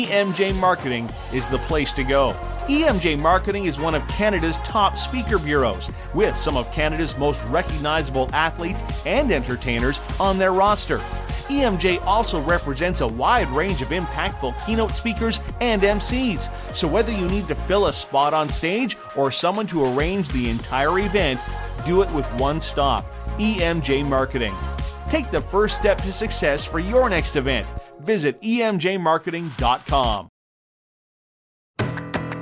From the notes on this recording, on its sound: LIVE from the Beachouse in Pompano, FL